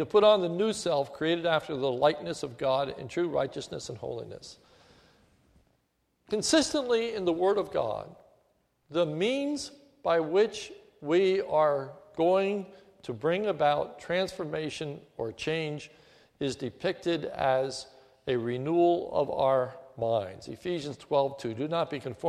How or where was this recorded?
large echoing room